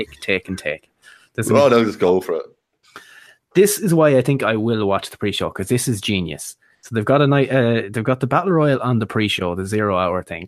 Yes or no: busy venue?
no